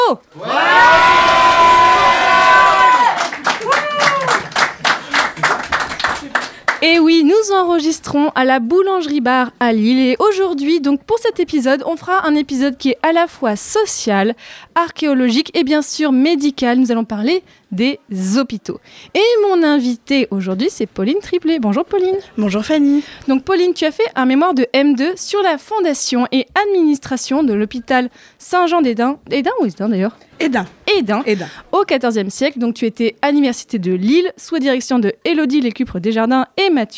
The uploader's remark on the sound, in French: Cet épisode du podcast a été enregistré en public, dans le bar la Boulangerie à Lille en mars 2023, d'où les bruits en fond !